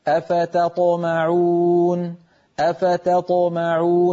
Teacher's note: هكذا أفتطمعون أفتطمعون، فيرقق التاء ويفخم الطاء